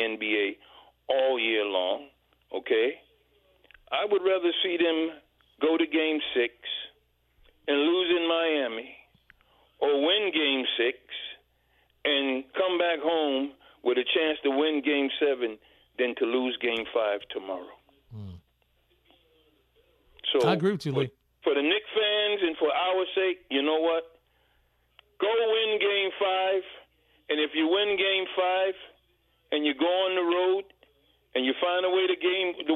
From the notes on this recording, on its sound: take more phone calls from listeners